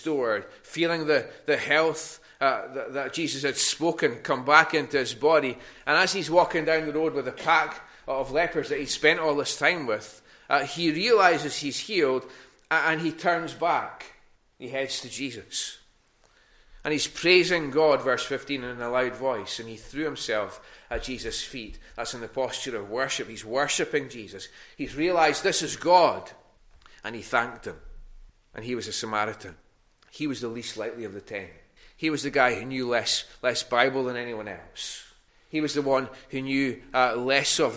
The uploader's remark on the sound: recorded at North Harris Free Church on Sunday morning 28 November 2021